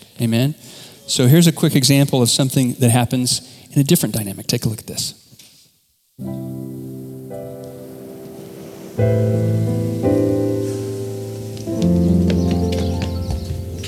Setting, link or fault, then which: setting, large echoing room